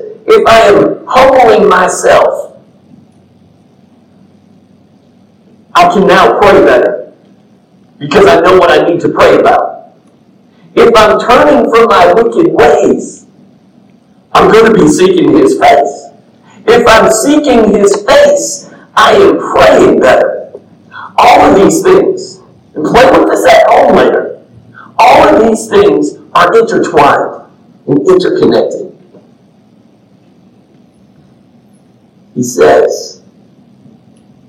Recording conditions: poor sound quality